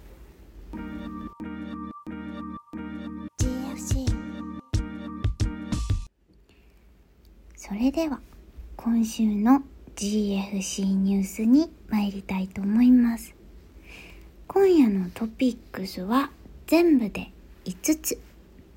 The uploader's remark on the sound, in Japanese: 撮影で出張中のためベルリンからお届け！Iphone収録なので少し聴き苦しかったらごめんなさい。